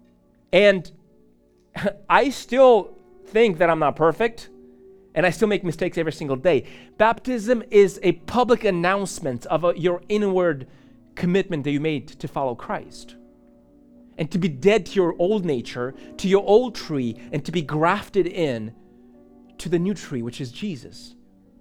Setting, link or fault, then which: setting, large echoing room